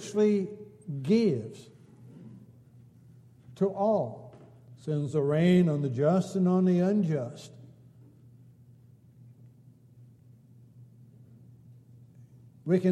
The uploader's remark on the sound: Downtown Church Of Christ Audio Sermon